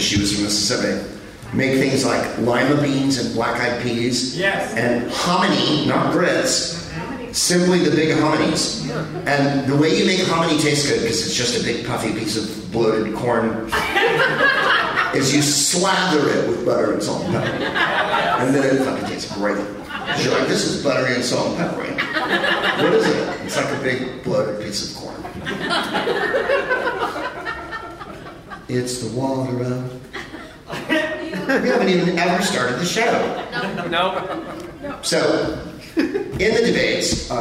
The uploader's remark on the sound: Live from the Tacoma Comedy Club in Tacoma